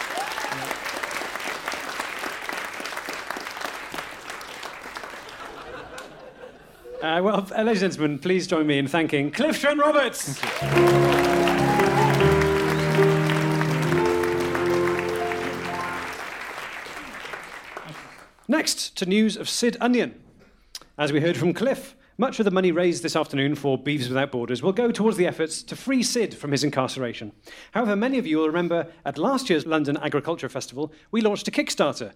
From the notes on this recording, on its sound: an edited recording of a live show performed at the annual British Beefman’s Luncheon at the London Agriculture Festival